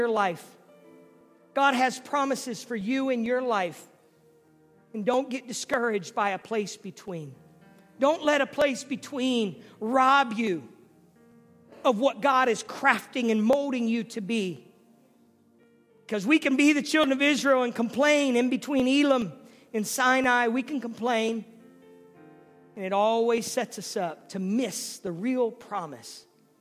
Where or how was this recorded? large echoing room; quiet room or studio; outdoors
large echoing room